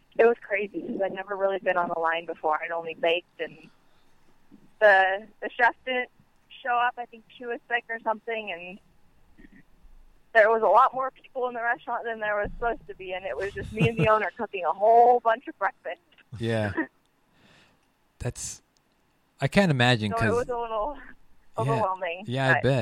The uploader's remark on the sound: We phone interview local pastry chef and all round food wizard.